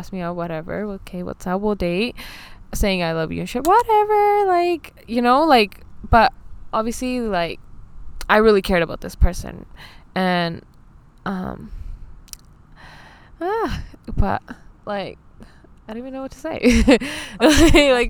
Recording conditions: wind noise